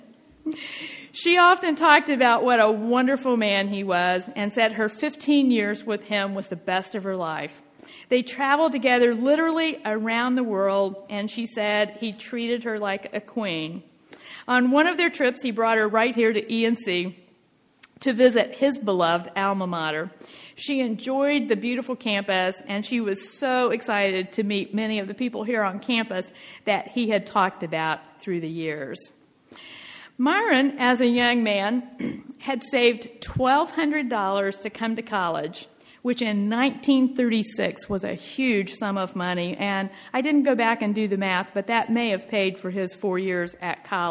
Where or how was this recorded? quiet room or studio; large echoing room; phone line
large echoing room